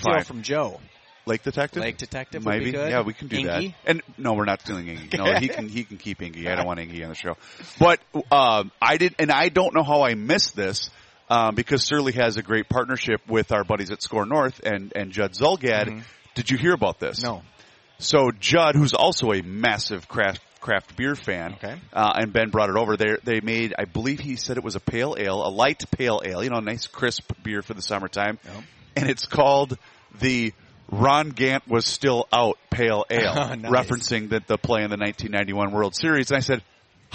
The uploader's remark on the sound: live at the MN state fair